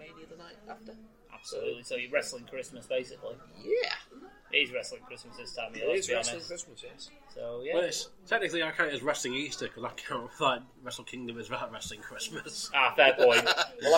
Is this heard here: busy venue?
yes